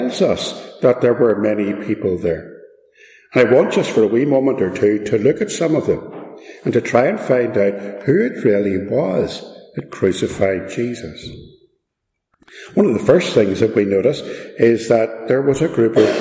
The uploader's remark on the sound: This message was part of a Good Friday Service at Ballymacashon, - please excuse the echo.